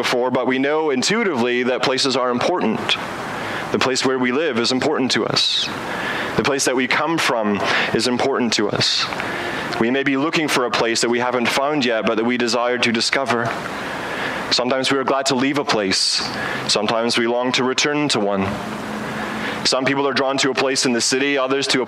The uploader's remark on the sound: Preaches outdoors